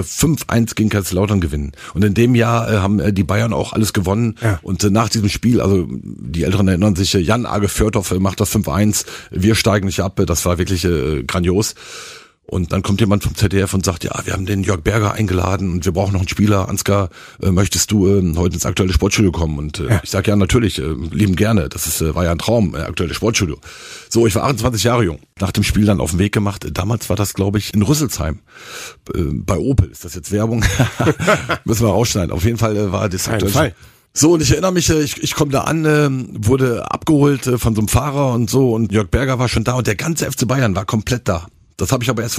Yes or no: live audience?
no